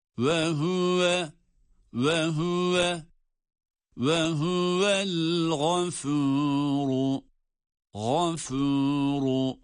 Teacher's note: Gayn kalın, fe ince, ra yine kalın.